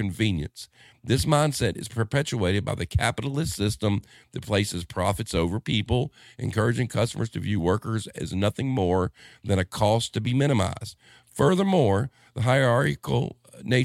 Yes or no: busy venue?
no